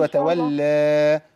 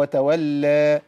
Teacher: تاخدي بالك من المد الطبيعي عند الوقف عليه، بتزوديه شوية · Shown in: second take · بتقولي وتولى، هو وتولى بس.